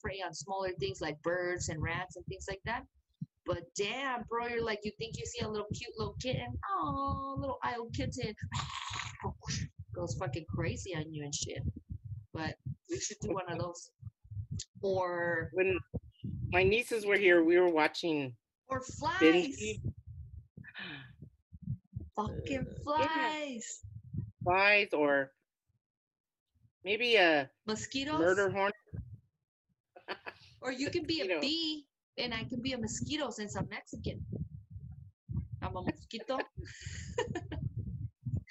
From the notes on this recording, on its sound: Technical Difficulties... Sorry about your ears...